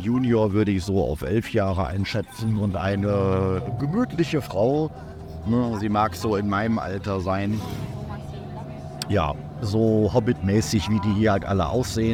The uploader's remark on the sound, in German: Ich beschreibe LIVE während der Fahrt mit allen Umgebungsgeräuschen diese bisweilen abenteuerliche Erfahrung. Steig mit ein auf den kleinen Road-Trip durch Bolivien.